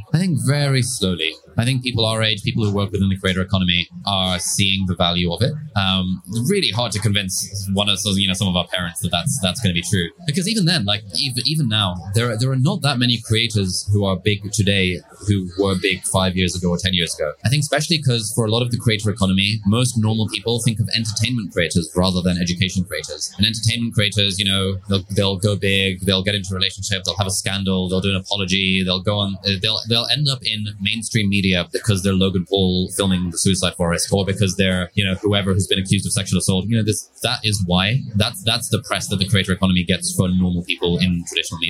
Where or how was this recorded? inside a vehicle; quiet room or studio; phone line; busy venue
busy venue